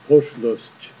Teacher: And he says, it's a lovely word, the O, the round O of posh, and the dull vowel of lust, poshlost, and the soft T at the end